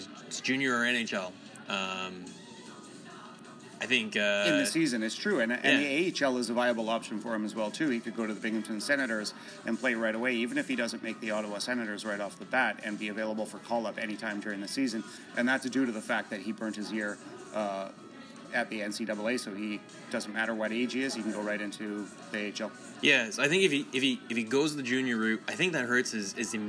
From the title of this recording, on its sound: Live from the NHL Draft